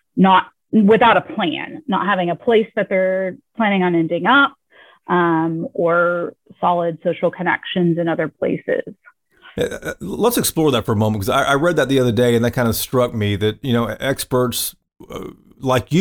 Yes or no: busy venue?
no